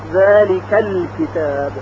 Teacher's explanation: این همزه در وصل به کلمات قبلی ساقط میشه، حذف میشه · Term: همزه وصل